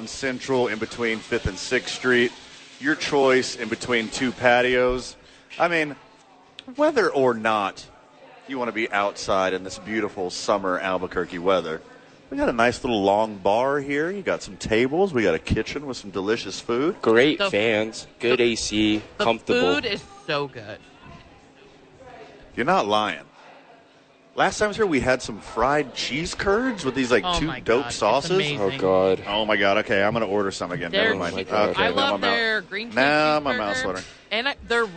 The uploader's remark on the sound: live from Red Door Brewery Downtown Albuquerque